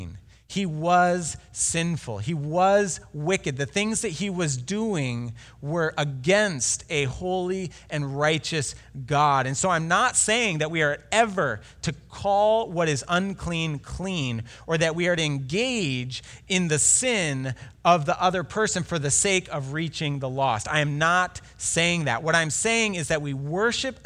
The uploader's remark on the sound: Delivered Sunday, March 1, 2020 at Woodridge Community Church (New Berlin, WI).